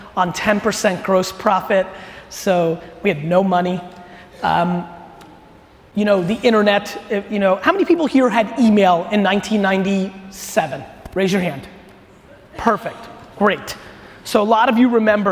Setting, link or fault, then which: setting, live audience